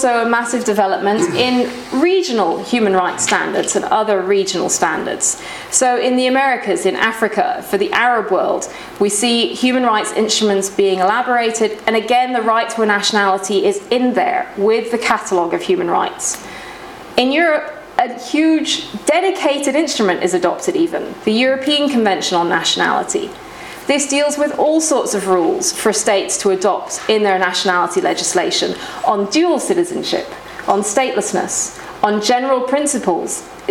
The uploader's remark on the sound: This podcast was recorded at the Refugee Studies Centre's second Wednesday Public Seminar of Michaelmas Term 2011, which was on Wednesday 19th October 2011 at the Department of International Development, University of Oxford.